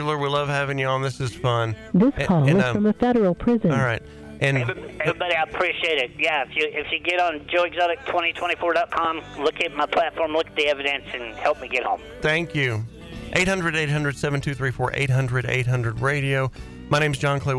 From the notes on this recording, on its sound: calling in to our show LIVE from prison